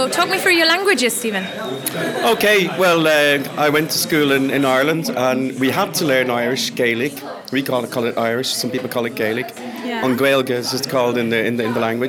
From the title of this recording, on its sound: Live from the Polyglot Gathering in Berlin